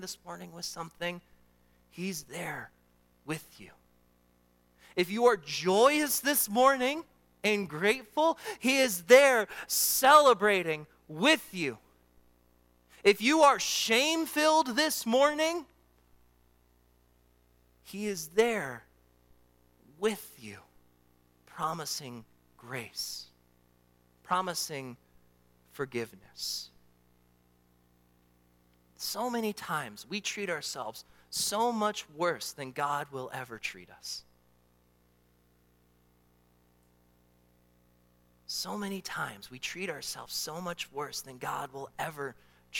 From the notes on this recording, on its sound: during the Morning Worship Service on Sunday, January 28, 2024, at Calvary Baptist Church in Battle Creek, Michigan